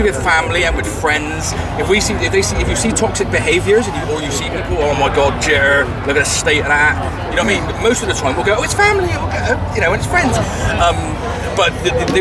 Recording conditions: busy venue